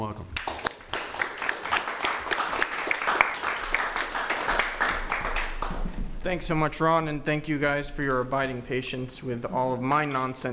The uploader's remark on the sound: This is a recording of the Q&A from the Boston screening of Cut. The screening took place at the Jamaica Plain Cohousing.